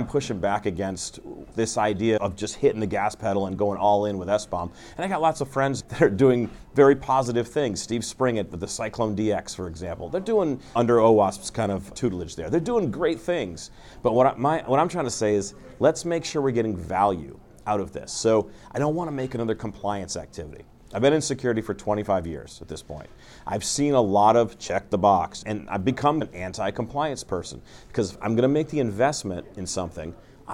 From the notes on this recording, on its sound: On the sidelines of the 2023 RSA Conference.